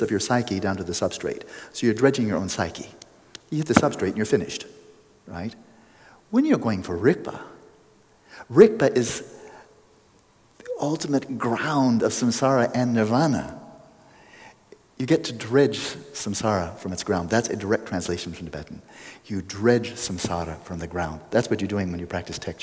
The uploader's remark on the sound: After the practice we had some great, fluid assorted Q&amp;A with answers from the crowd. After the practice we had some great, fluid assorted Q&A with answers from the crowd.